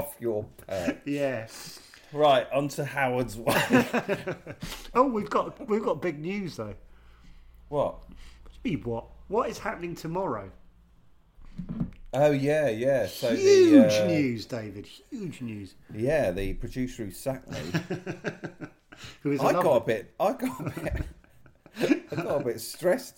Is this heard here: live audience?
no